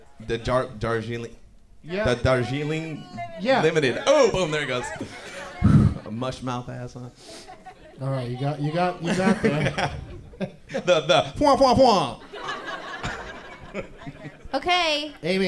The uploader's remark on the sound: Live from the Punch Line in Sacramento. Closes out the "T8te Crazy Nights" tour.